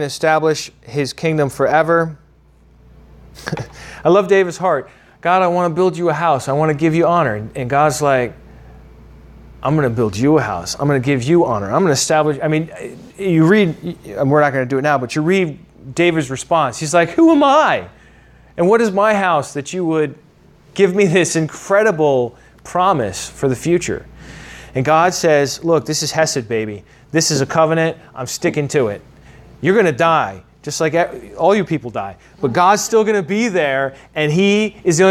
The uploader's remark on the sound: originally taught at the Atlanta Bible College